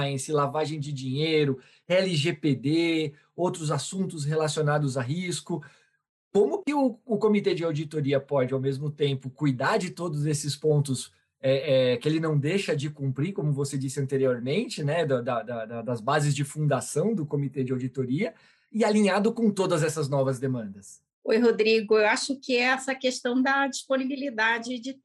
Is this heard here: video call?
yes